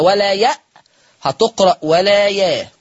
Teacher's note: إبدال الهمز الساكن بألف مادية